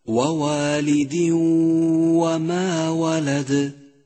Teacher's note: وكذلك الحال نفسه إذا أتى التنوين وبعده حرف الواو، مثال ذلك ووالد وما ولد، دخل التنوين في حرف الواو وشدد حرف الواو وزمن الغنة حركتان · Term: إدغام بغنة